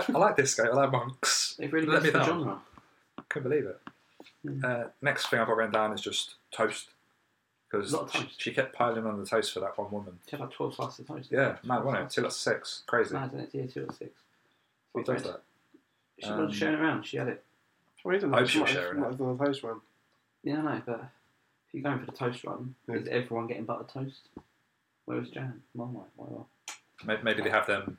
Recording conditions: poor sound quality